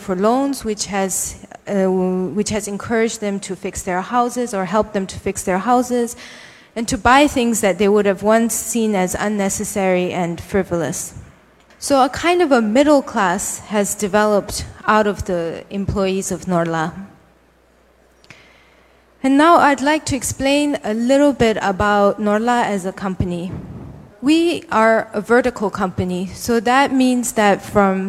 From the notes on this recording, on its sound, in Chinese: 一席现场